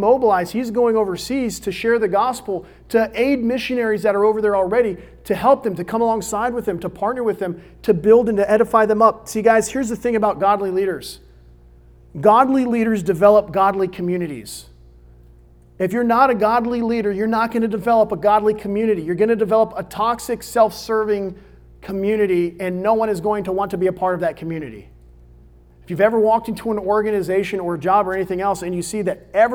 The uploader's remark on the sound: At Olive Baptist Church in the young adult ministry Crossroads.